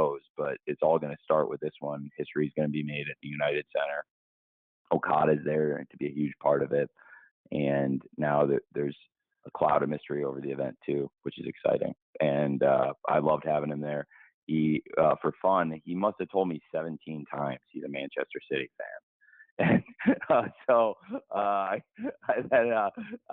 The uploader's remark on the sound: Media Conference Call